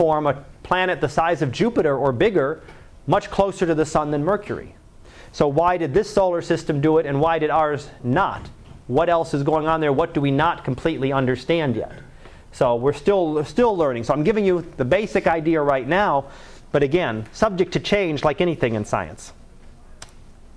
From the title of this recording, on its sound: Live Class Lecture